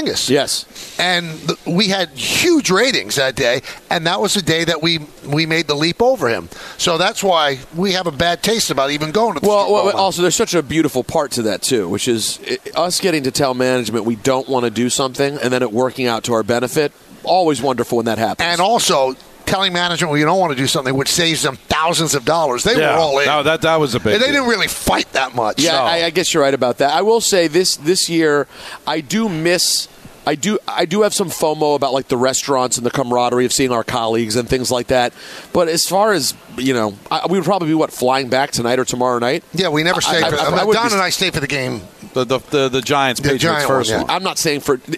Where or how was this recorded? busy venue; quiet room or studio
busy venue